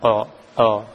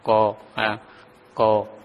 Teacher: makharijul qaf yang ada pada pangkal lidah dan langit-langit · Shown in: second take · dengan langit-langit sehingga pengucapan tersebut tidak terlalu ditarik ke belakang